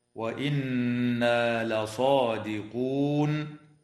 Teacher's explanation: نون مشددة في كلمة وإنا، حكمها الغنة بمقدار حركتين